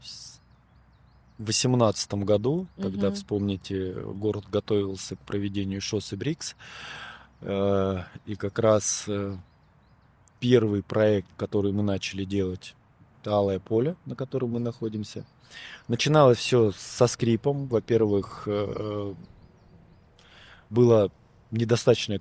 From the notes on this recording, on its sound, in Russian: Подкаст записывался в сквере Алое поле.